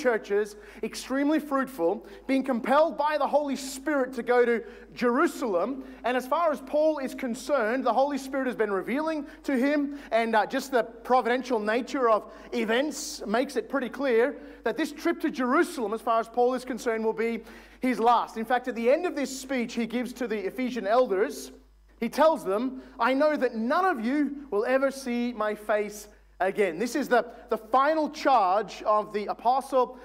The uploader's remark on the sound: This is from session four of our Stand Firm Conference in 2022.